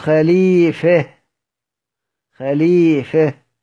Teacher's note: إمالة ما قبل هاء التأنيث في الوقف عند سيدنا الكسائي. يعني مش كلمة خليفة، هقول خليفة، خليفة.